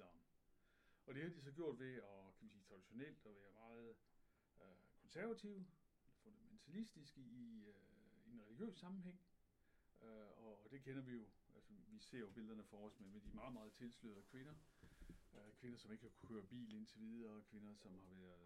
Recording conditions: poor sound quality